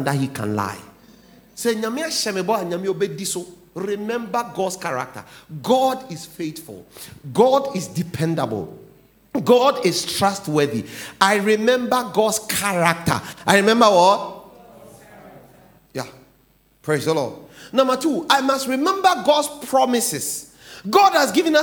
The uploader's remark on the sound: "The Presence Of God"sermon title preached at The Faithlife Church, Ghana-Tema Community 3 Site A.